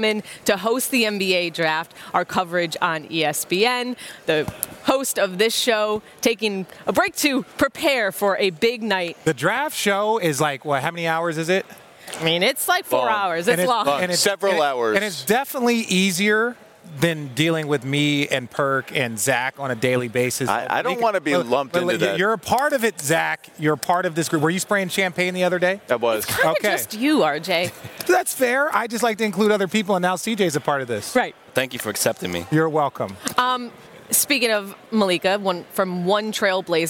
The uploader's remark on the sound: Live from the Draft